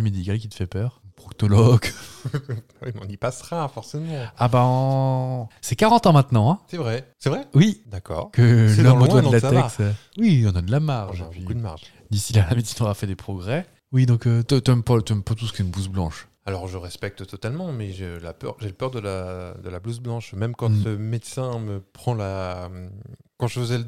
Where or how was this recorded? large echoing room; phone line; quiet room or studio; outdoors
quiet room or studio